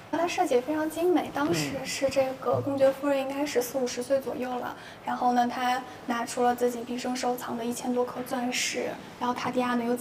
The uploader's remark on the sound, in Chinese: 来自伦敦V&A博物馆现场发回的“声音记录”。节目有环境噪音，已尽量处理。